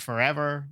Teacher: So the emphasized syllable is that middle one.